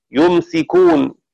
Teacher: قرأ شعبة بتخفيف السين وسكون الميم يمسكون، وقرأ حفص بفتح الميم وتشديد السين يمسكون.